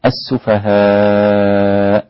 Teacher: والسفهاء هنا مد واجب متصل أربع حركات عند كل القراء